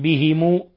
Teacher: وقرأ الباقون بكسر الهاء وضم الميم